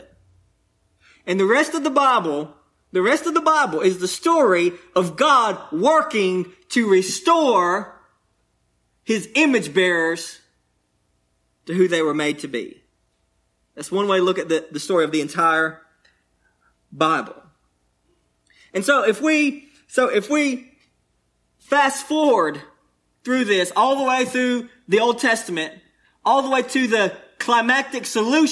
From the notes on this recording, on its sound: delivered on 5/15/22, at Cottondale Baptist Church in Eastman, GA.